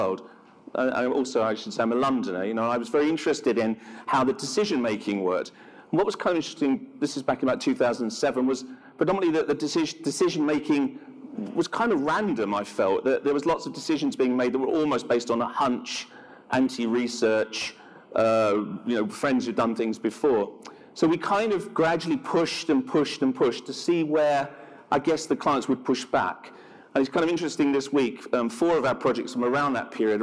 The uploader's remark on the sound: An on-stage conversation